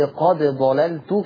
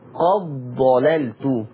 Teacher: عشان أضغم الدال في الضاد لا تقلقل الدال · Shown in: second take · Term: إدغام الدال في الضاد